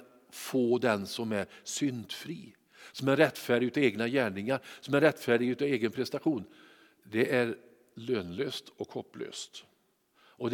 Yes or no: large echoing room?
yes